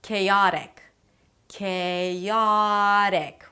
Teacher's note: Chaotic, chaotic, with a flap T.